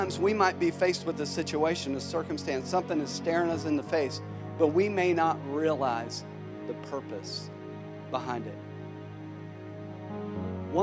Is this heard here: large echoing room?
yes